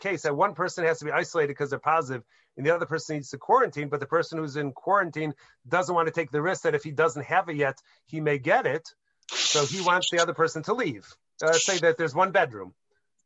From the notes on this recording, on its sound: Helped by the probing questions of the attendees of this recent ZOOM teleconference Shiur.